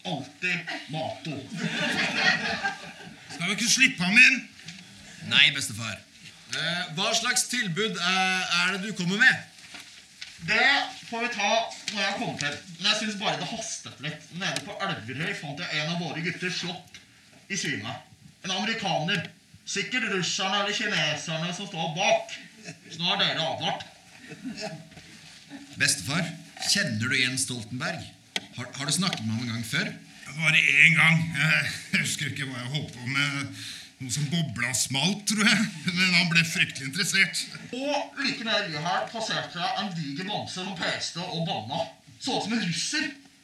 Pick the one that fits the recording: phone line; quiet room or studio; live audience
live audience